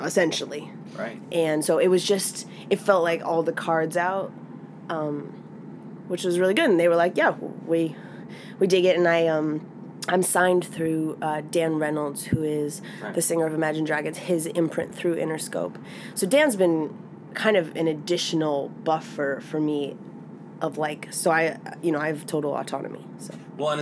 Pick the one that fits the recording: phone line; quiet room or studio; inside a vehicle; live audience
inside a vehicle